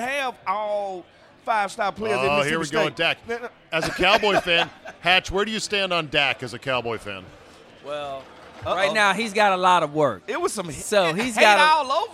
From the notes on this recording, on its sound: RECORDED LIVE at DC PRIME STEAKS in Ashburn VA.